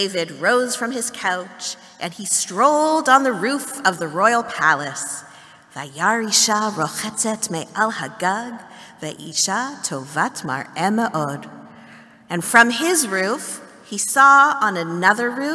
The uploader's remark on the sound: Excerpt from Festival morning service. Beth Tzedec Congregation.